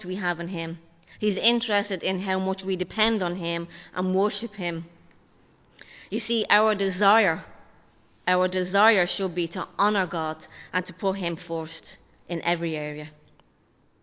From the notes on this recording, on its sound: Recorded live in Liberty Church on 5 February 2023